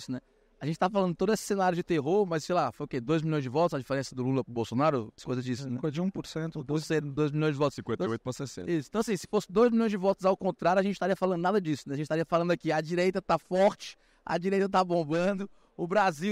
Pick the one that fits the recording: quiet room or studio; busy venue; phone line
busy venue